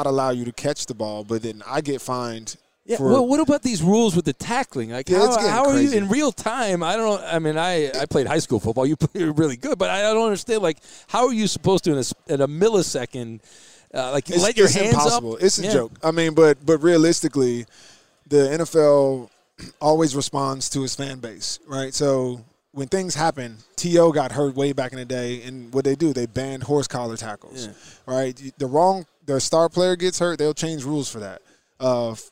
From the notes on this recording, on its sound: Live from Super Bowl Row